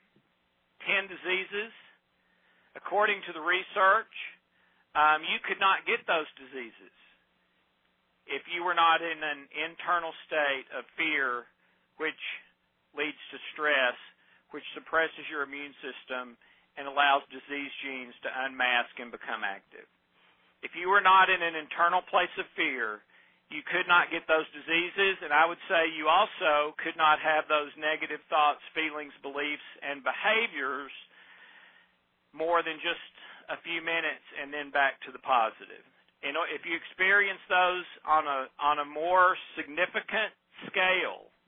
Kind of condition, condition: link, phone line